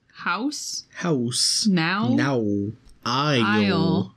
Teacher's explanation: the articulatory organs move from one vowel position to another without making any articulatory break. Therefore, the result is a continuous gliding tone. · Term: diphthongs